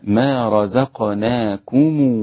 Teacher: في قوله تبارك وتعالى ما رزقناكم ضم ميم الجمع الإمام ابن كثير إمام أهل مكة، وكذلك الإمام قالون من وجه الصلة له، لأنه له وجه عدم الصلة، فيكون النطق بها ما رزقناكم هكذا، والباقون بإسكان الميم والحذر من إخفاء الميم مع الواو.